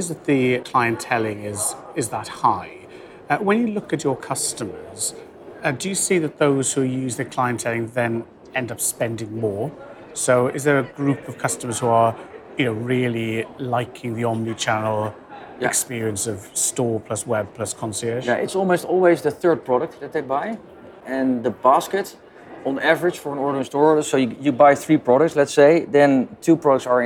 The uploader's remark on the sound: Recorded in New York at NRF 2023. Hunkemöller at NRF 2023. During an exceptionally busy NRF 2023 in January in New York.